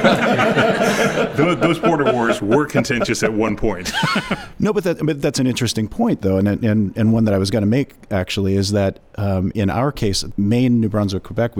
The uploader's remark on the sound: Trade Guys on the Road. Head to the Hill for a live recording in front of audiences attending the State International Trade Development Organization (SIDO)'s 2019 Washington Forum.